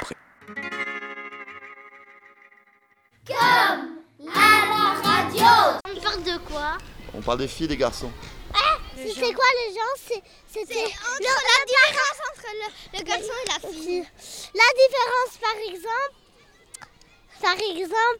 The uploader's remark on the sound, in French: Enregistré dans la cours de récréation de l'école avec des enfants âgés de 6 à 10 ans.